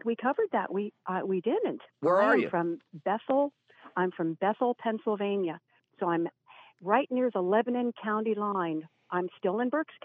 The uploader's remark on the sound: your pod bound phone calls